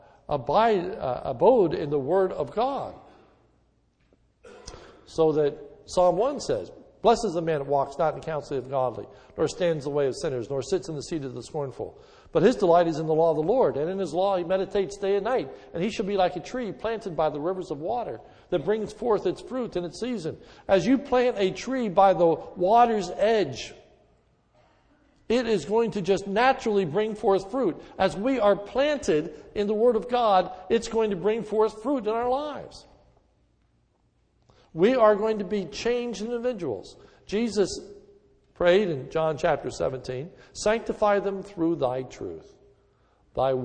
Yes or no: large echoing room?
yes